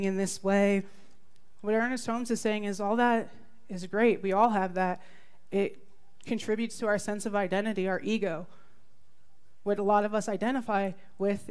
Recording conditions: live audience